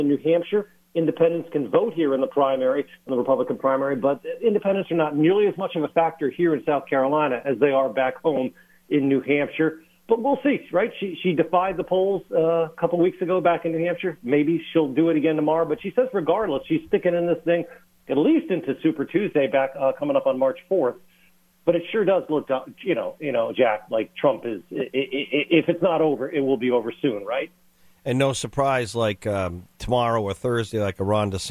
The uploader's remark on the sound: calling LIVE from South Carolina